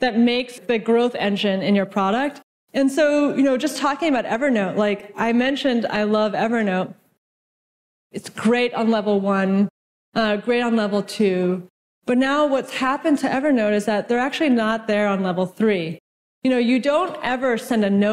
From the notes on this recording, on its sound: from the IRL Traction Conference in Vancouver